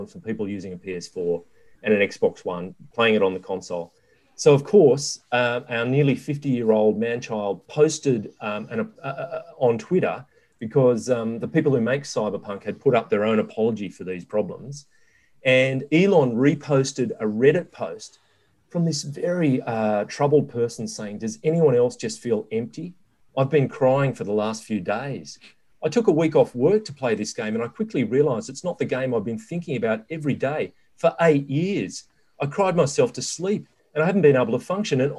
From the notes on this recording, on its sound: gather in cyberspace